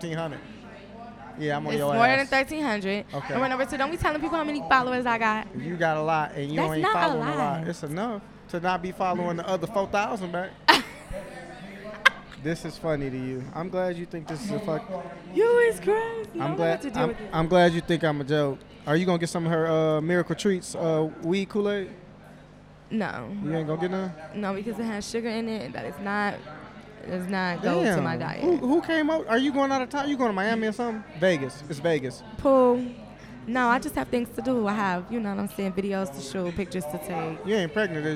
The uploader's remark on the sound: We did a live taping. Comedy special "No Funny Business".